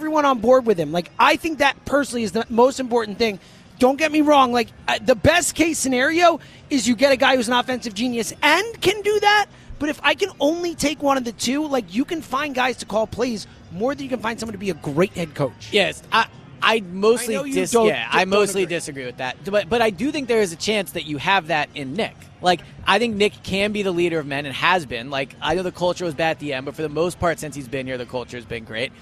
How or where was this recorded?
busy venue